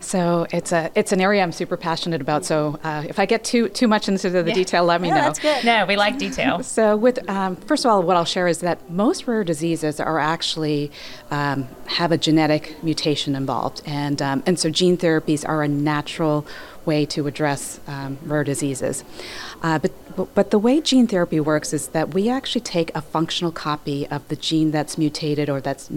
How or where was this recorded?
busy venue